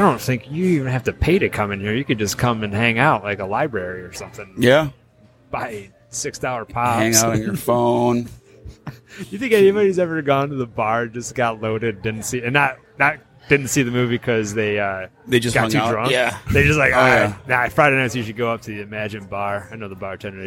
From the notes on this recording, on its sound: Live from Emagine Theater for the re-release of Die Hard 30th anniversary. The crew interviews Die Hard fans entering the theater.